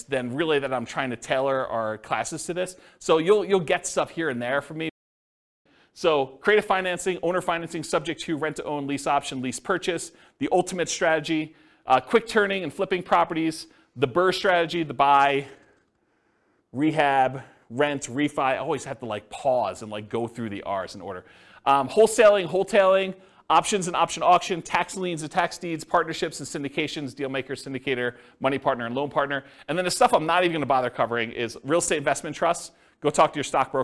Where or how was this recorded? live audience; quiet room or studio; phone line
live audience